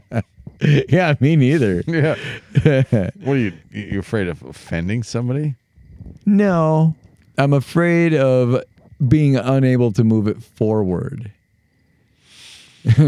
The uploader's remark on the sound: We take our conversation outdoors, sparking a tangent-filled discussion amidst the picturesque outdoors of Minnesota. Despite being plagued by fears of erroneous pricey fines for audio copyright infringements of background music.